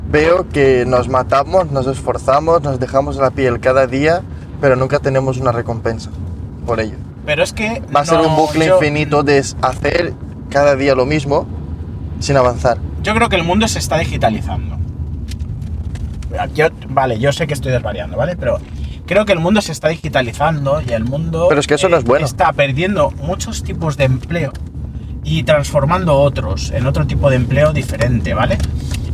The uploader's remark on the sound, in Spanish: grabado en el coche mientras íbamos a alguna parte